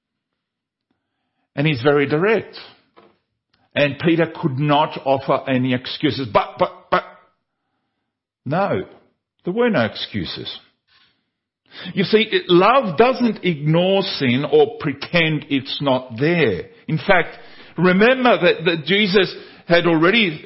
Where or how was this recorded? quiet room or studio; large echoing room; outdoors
large echoing room